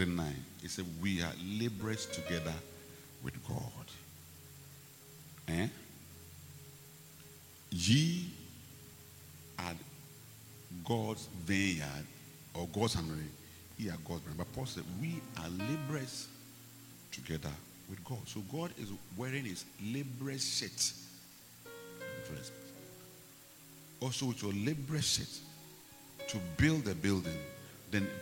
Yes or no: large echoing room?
yes